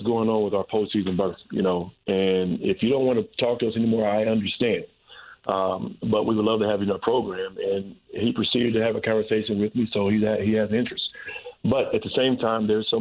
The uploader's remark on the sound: heading to the phone lines